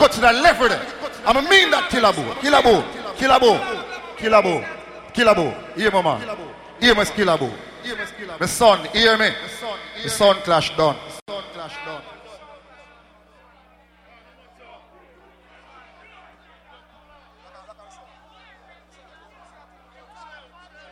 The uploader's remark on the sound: CLUB A IN QUEENS NY 2004. IN QUEENS IN CLUB.